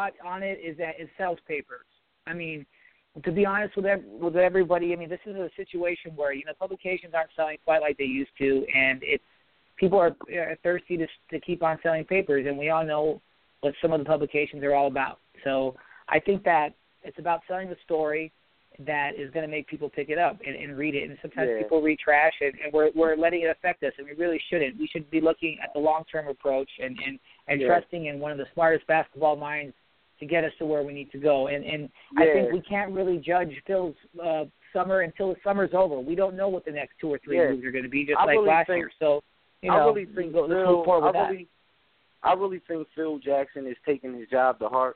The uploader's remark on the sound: Tonight we take your phone calls